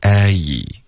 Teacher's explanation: 开头嘴巴大一点再滑到 E